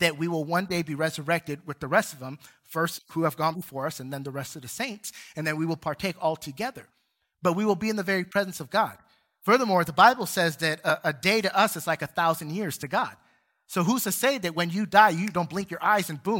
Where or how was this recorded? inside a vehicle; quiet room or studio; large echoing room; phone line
large echoing room